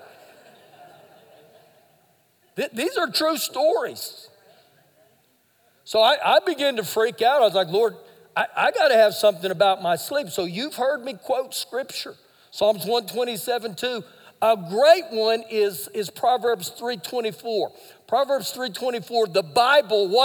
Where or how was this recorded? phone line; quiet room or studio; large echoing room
large echoing room